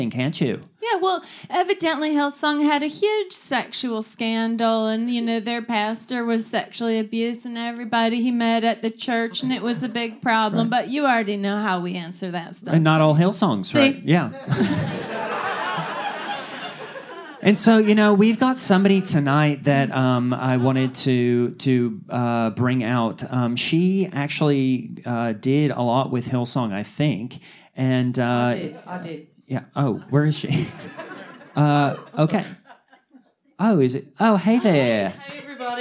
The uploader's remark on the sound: Live Recording, Los Angeles. A recording of our live show at Dynasty Typewriter.